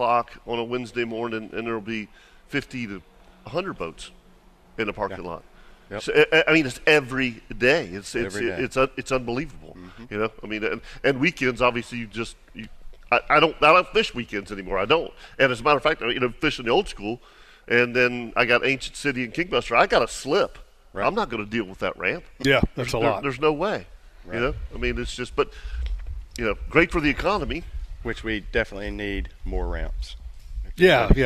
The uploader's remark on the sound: LIVE! from Atlantic Coast Marine